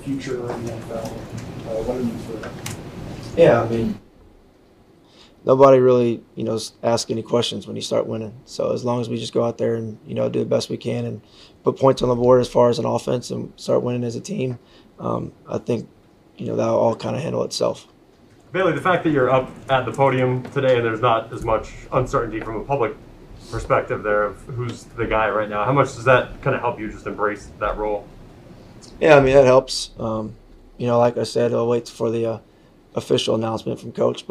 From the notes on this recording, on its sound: Addresses the media during his press conference at Gillette Stadium.